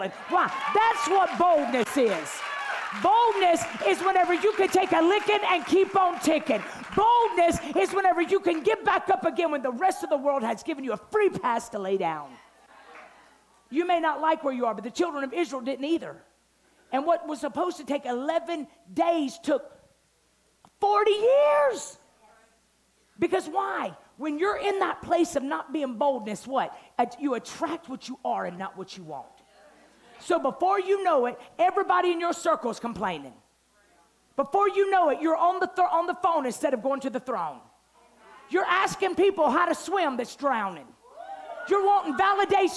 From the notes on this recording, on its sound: night one of our Bold Conference